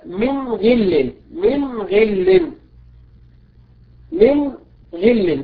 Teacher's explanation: ومن كلمتين كقولنا من غل من غل من غل، أظهرنا النون لوقوع الغين بعدها